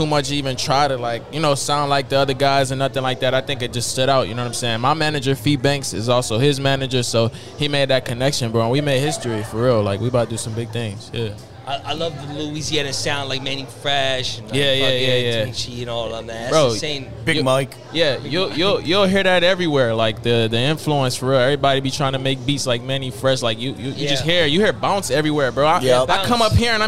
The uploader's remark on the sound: LIVE FROM PUMA's flagship store in Times Square